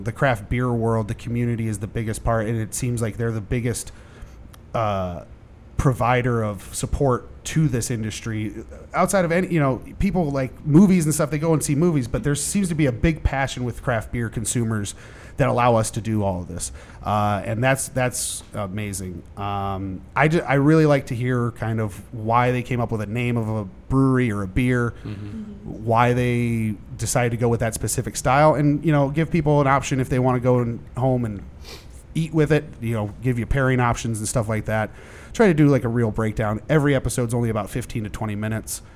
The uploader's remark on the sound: Live From Nostalgia Brewing Company.